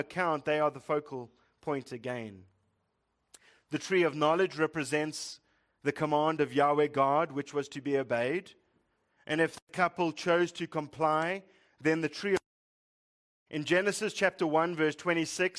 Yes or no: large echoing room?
yes